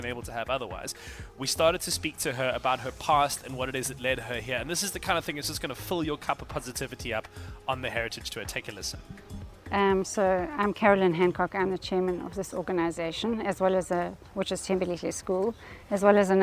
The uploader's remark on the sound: Live from the Heritage Tour's 1st stop in Durban